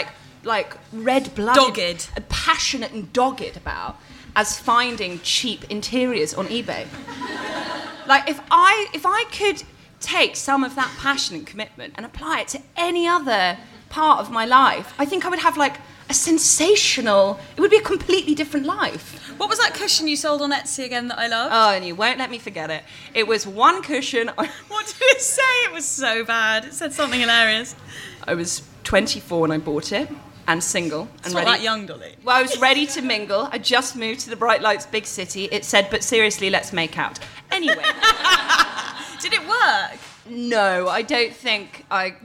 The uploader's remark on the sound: It’s our first ever live podcast! This week The High Low is brought to you live from tibits, a vegetarian restaurant in Mayfair.